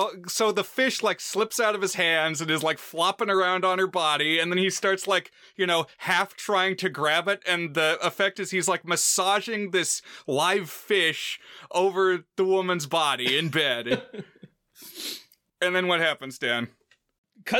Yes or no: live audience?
no